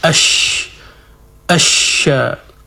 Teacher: Jadi untuk shin ini diperjelas sifat tafashi, yaitu menyebarnya udara di dalam mulut.